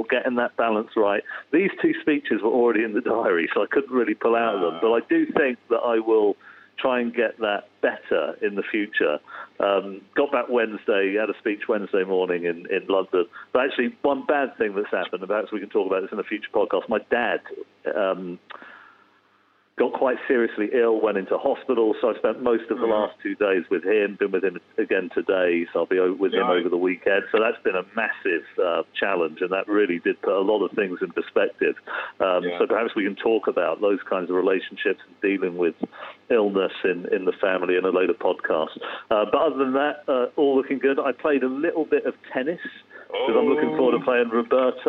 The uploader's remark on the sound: call in on the phone